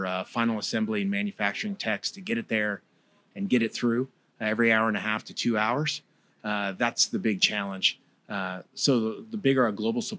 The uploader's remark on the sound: Broadcasting live from the heart of downtown Orlando at the illustrious Dr. Amidst the vibrant atmosphere of the summit. Recorded live at the 2023 Make More Manufacturing Summit , hosted at the iconic Dr. Phillips Center for the Performing Arts.